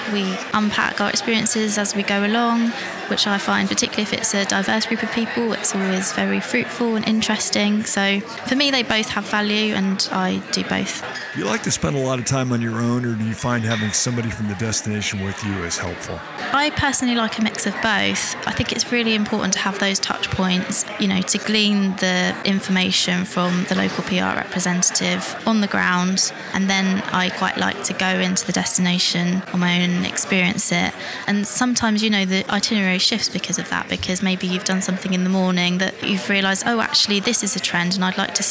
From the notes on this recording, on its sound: Live From Travel Week. Live from Frankfurt, Germany.